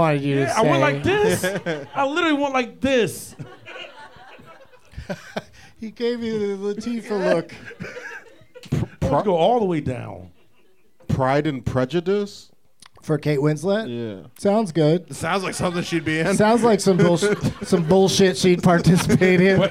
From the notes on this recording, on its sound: Live from Dunlap’s Corner Bar in Cleveland